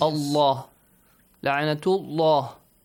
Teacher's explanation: The word Allah, the lam and the word Allah, it has to be heavy. Heavily pronounced.